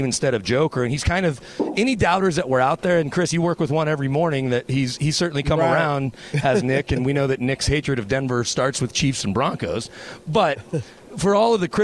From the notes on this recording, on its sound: joins the show live from Ball Arena